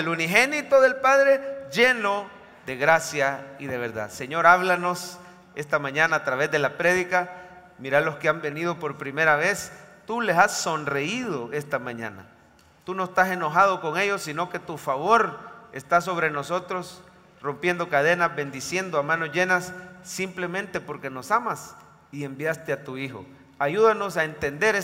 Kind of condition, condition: setting, large echoing room